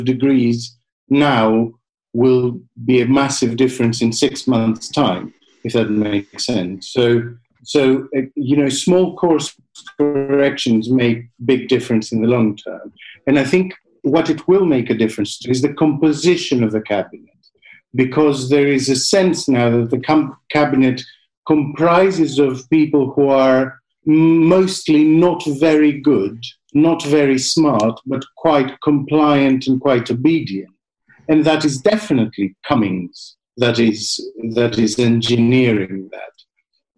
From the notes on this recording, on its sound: Recorded on Zoom at 1pm today.